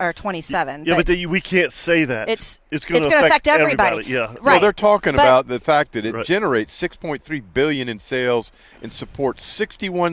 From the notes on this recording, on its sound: LIVE at the NEFL Fall Boat Show! The guys sounded off about it, along with a collection of callers, too.